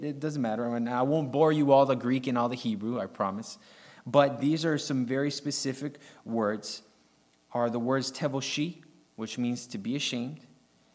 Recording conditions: large echoing room